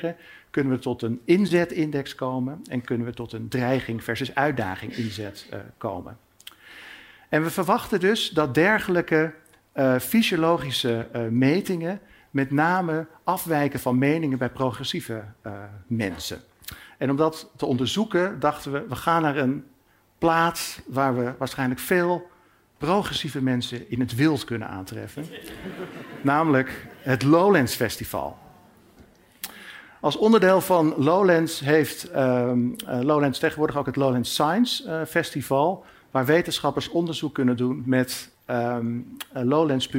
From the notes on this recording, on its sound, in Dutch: op het podium van het Betweter festival